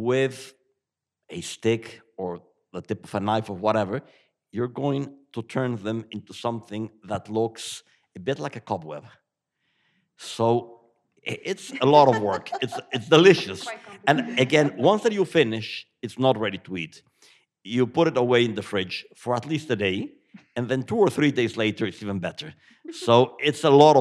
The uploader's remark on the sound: LIVE at Samhain Festival 2022. Recorded this special live episode in Kells Courthouse, Tourism and Cultural Hub at Samhain Festival 2022. Before a live audience.